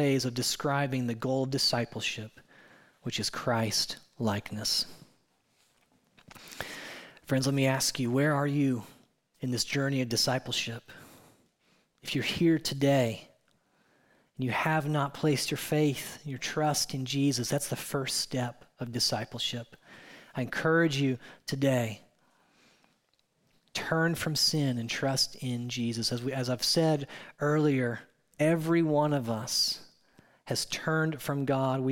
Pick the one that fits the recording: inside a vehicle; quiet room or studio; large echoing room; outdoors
large echoing room